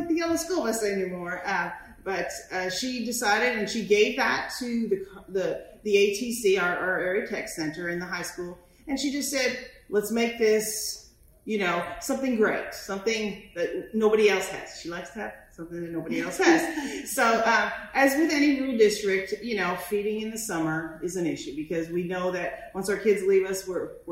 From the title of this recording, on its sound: Live from The National Forum to Advance Rural Education